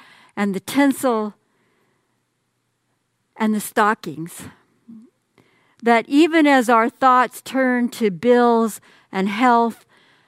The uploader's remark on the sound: Message on the First Sunday of Christmas is delivered during the Traditional Worship Service. San Marino Community Church.